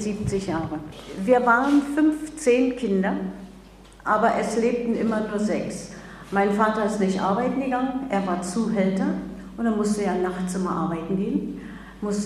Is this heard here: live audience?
yes